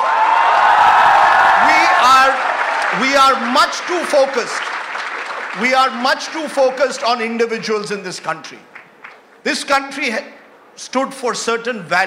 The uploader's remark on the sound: A live session from #JaipurLitFest2020.